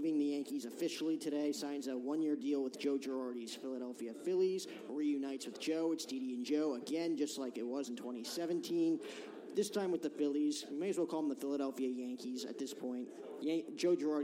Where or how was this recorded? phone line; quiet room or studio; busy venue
busy venue